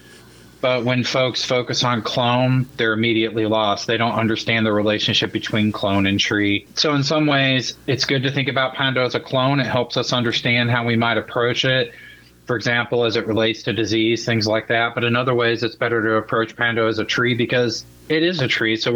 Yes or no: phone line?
yes